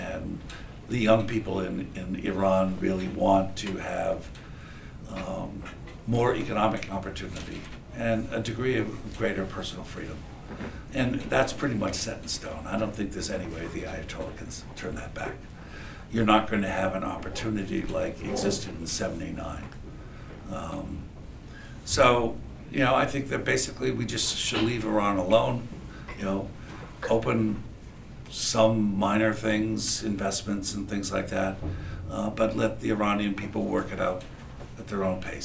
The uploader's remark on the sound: This lecture was recorded on March 22, 2016 in Machmer at UMass Amherst.